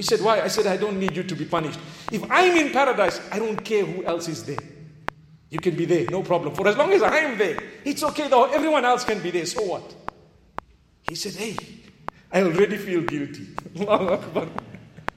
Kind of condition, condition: setting, large echoing room